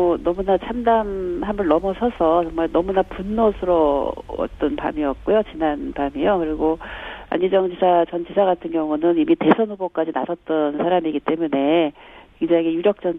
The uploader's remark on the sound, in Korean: 더불어민주당 젠더폭력대책TF 위원장(전화연결).